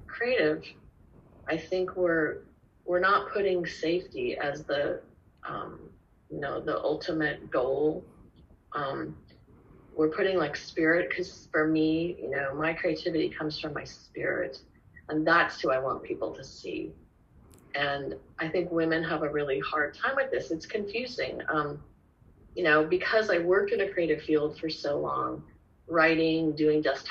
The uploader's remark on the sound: This podcast was recorded without any fancy microphones or editing equipment. Spoke via Zoom and I recorded it on my laptop’s voice recorder.